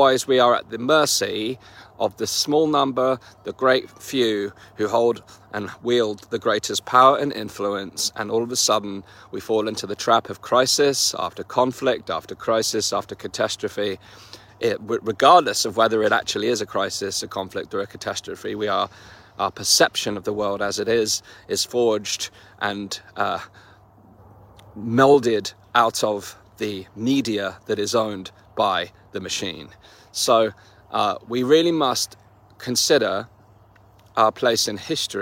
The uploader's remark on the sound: In this walk & talk